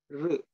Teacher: you hold the tongue up and you push the air through and produce that vibrating sound